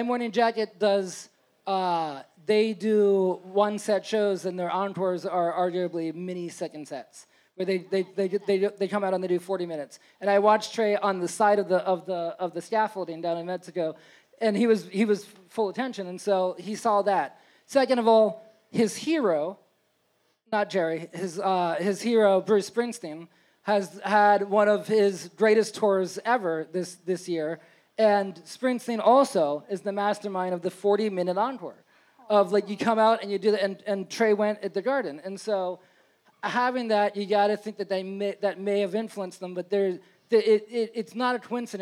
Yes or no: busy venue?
yes